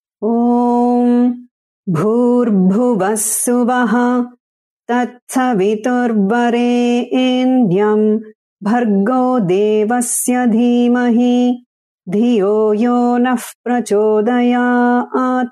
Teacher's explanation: So the chanting remains in a range of middle, half note up, half note down, a meditative range. And it's rather brisk and austere sounding in that sense. · Term: swara